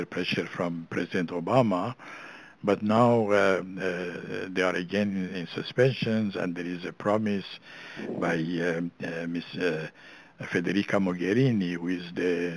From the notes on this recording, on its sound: briefed the Middle East Forum in a conference call